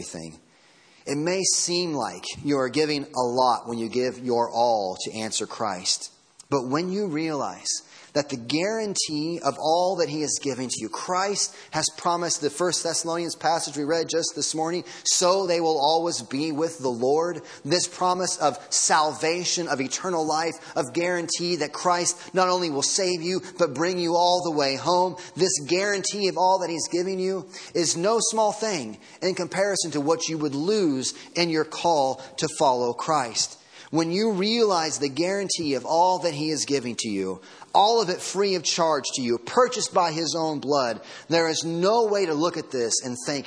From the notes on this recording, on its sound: Sermon Audio from Sunday Morning